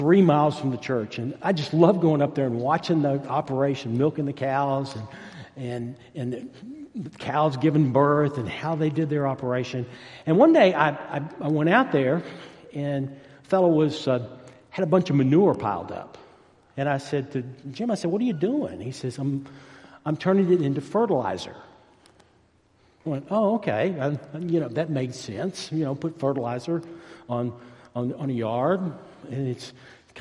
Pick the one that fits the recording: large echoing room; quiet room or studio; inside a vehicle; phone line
large echoing room